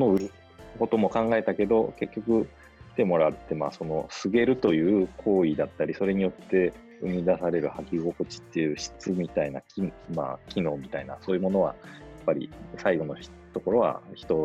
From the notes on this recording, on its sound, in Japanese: 本番組はオンライン会議ツールZoomを使用して録音しております。通信環境の問題により一部聴き取りづらい箇所があることをご了承くださいませ。暮らしの大学が拠点とする福岡市東区の「ハコザキ」。